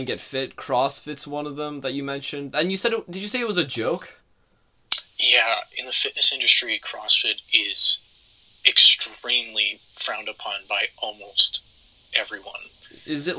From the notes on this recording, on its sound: To ensure the health of our podcasters, this interview was conducted over the phone, and we are still working out the issues!